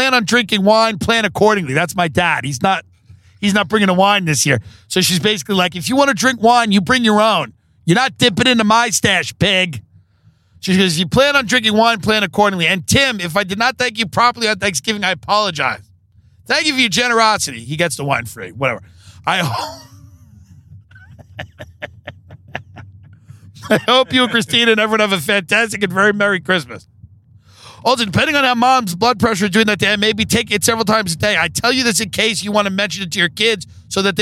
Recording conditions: inside a vehicle